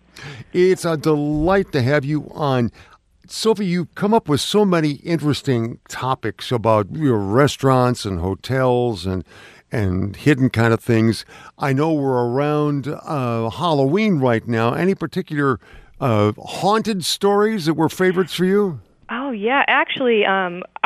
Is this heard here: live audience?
no